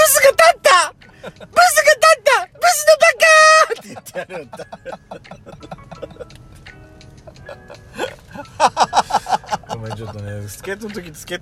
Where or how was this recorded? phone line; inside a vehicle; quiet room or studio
inside a vehicle